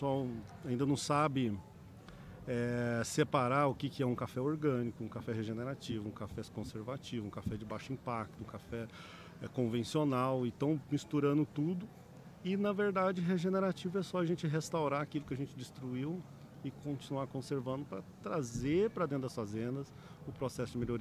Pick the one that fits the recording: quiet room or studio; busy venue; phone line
busy venue